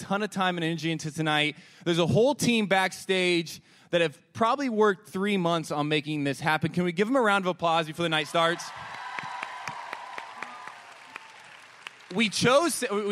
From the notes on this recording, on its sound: Live from the Palace of Fine Arts